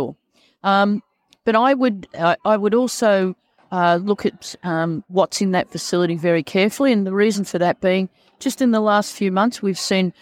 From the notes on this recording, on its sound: Was recorded live at the event. Brisbane Care Expo (Sep 2022). Speaks with a few different exhibitors.